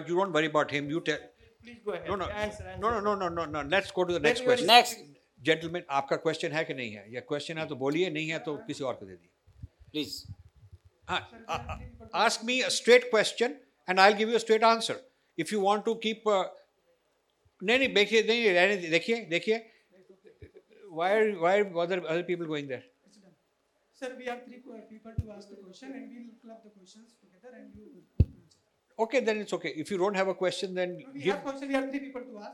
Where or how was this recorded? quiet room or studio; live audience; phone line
live audience